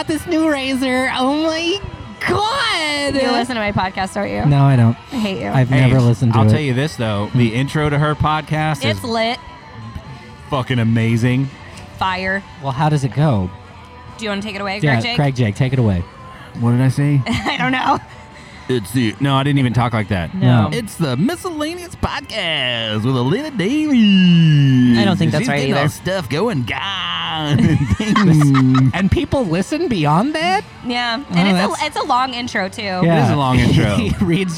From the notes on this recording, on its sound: The team decided to hit up a local restaurant/bar in Fort Worth called Rogers Roundhouse and things took a hard left as soon as the mics were turned on.